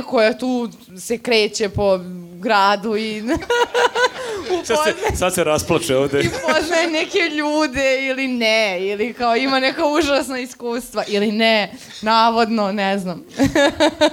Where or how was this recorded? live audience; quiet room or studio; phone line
live audience